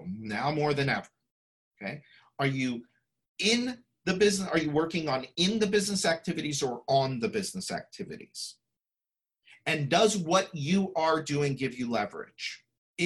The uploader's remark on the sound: Listen to this replay of the LIVE webinar